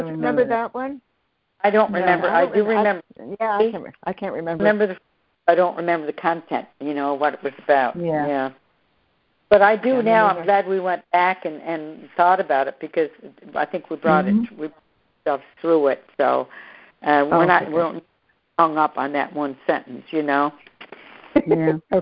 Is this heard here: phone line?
yes